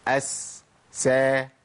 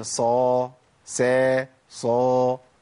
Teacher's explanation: الهمس في السين اعلى من الهمس في الصاد، والصفير في الصاد اعلى من الصفير في السين، لان الصفير صفة قوة تتناسب مع قوة الحرف فبيبقى ضعيف مع السين شوي، والهمس صفة ضعف، والصاد حرف اقوى من السين فتبقى مع السين اقوى.